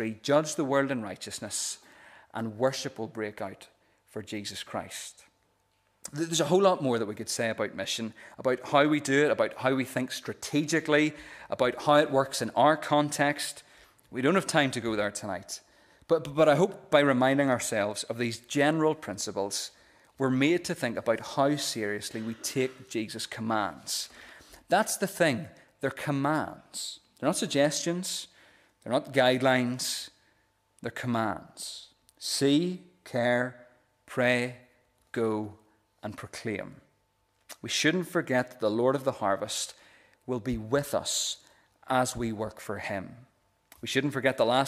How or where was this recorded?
large echoing room